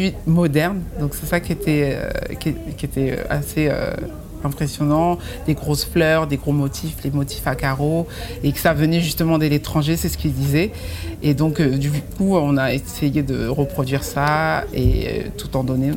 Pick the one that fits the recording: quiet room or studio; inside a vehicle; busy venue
busy venue